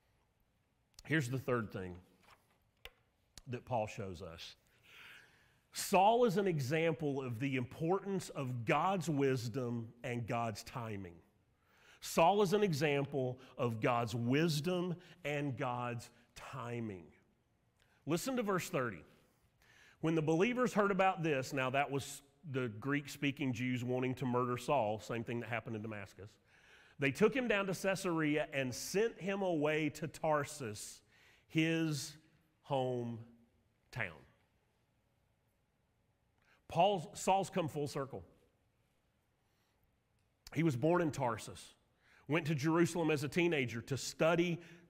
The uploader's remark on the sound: Sermon audio from Mission Church in Locust, NC.